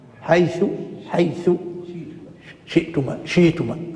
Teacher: بين جزء من حركة الثاء اللي هو الإتيان بثلث حركة الثاء بثلث الضمة · Term: الروم